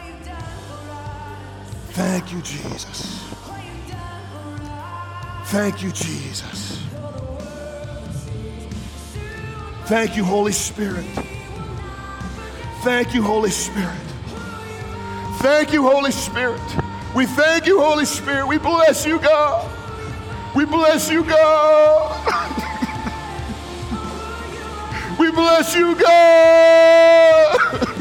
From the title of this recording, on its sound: My talk at the Emerge Men Conference